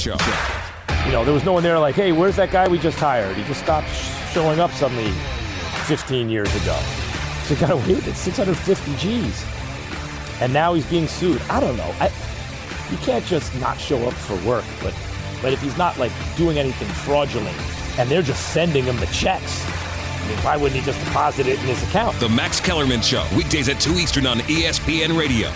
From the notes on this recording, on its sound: broadcasting "live" from the 104th PGA Championship at Southern Hills Country Club in Tulsa, Oklahoma